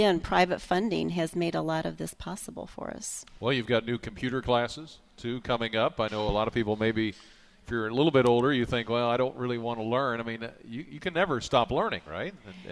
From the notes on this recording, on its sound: Live at The Champaign Public Library this morning for National Library Week. Live at The Champaign Public Library this morning for National Library Week.